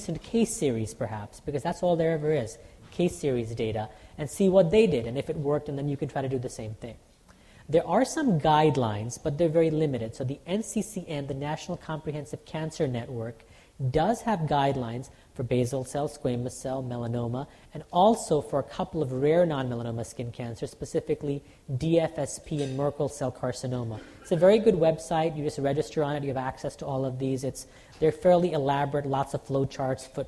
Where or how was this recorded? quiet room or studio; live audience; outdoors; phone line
live audience